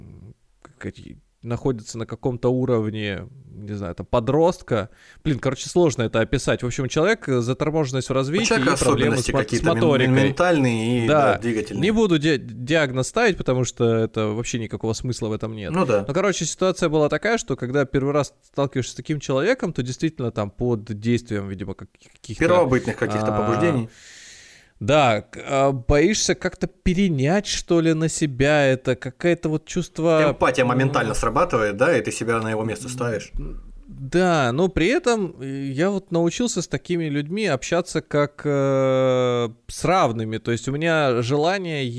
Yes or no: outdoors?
no